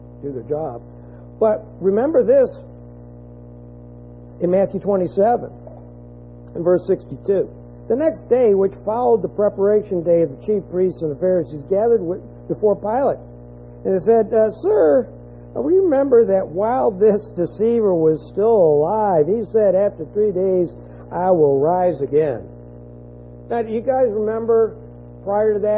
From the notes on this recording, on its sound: this audio has been edited to try and reduce an annoying hum in the background, it was not completely erased.